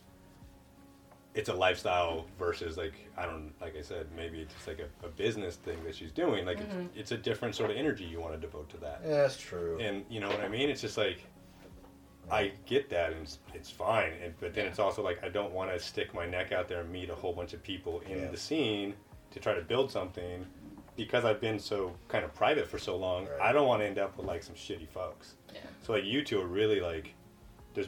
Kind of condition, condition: fault, poor microphone